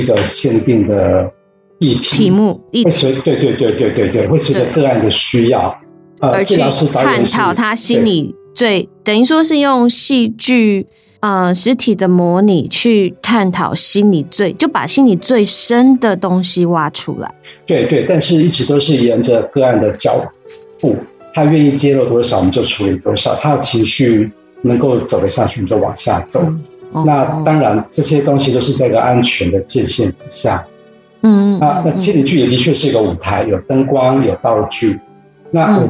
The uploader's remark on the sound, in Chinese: 本集為遠距錄製，音質上有不完美的地方，請多多包涵。